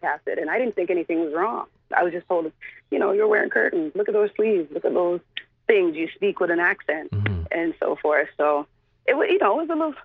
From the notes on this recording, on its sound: called into our radio show